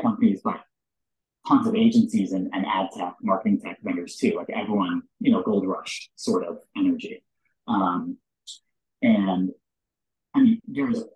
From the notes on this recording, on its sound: APOLOGIES ON THE AUDIO QUALITY